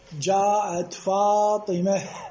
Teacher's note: أولا تحذف الحركة الإعرابية، هاي واحد، بعد وهذه التاء تقلبها هاء ساكنة، هاء ساكنة، وتقف عليها، تفصلها عما بعدها، قلنا شيء تقف، تقطع عما قبلها.